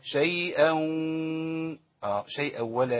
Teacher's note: ادغام بغنة، بس ادغام ايه مش كامل، لان في غنة مع الواو